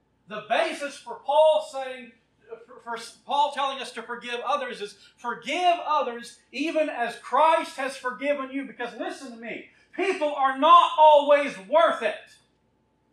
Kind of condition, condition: setting, large echoing room